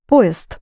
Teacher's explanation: And the по is accented. You actually spell it поезд, but pronounce поезд.